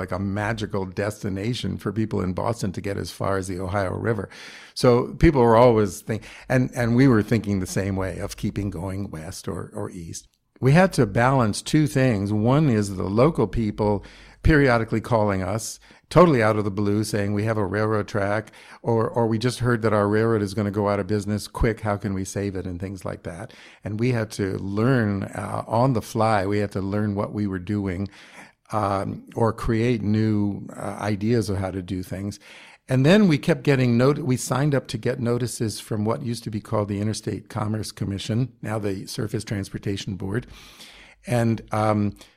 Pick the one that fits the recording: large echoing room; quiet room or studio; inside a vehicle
quiet room or studio